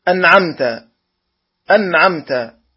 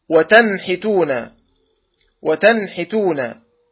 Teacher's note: ثم بعد ذلك العين والحاء، العين والحاء، والعين والحاء يخرجان من وسط الحلق